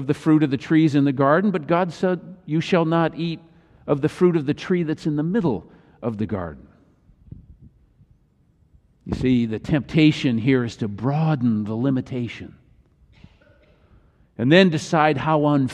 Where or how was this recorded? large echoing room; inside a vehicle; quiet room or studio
large echoing room